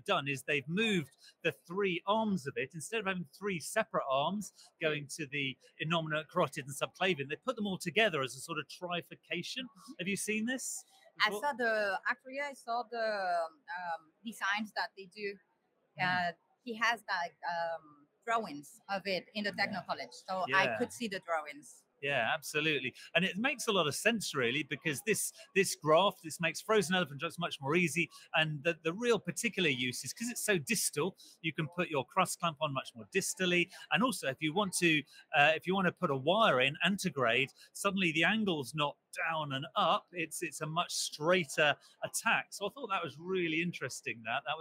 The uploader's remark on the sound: Live from EACTS. Reports live from the 2023 EACTS Annual Meeting. This edition of The Beat was livestreamed from Vienna, Austria.